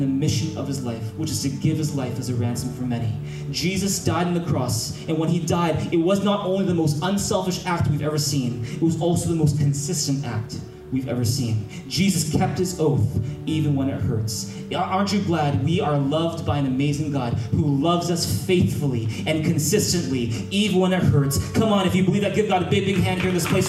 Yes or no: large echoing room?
yes